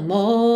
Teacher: E a gente já viu esse padrão também em várias outras canções com outros cantores, mesmo não sendo britânicos, fazendo morning, ou seja, alongando um pouquinho esse O e não enrolando a língua no R, que é uma característica do inglês britânica